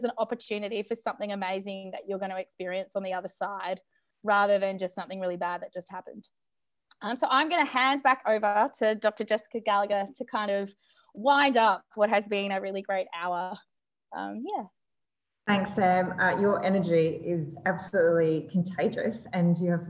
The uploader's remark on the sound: The University of Queensland (UQ) brought together an online panel of female founders and leaders.